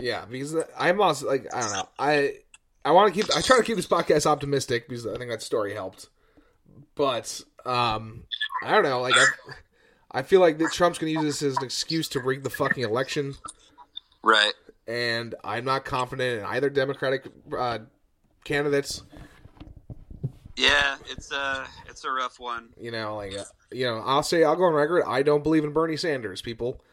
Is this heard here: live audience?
no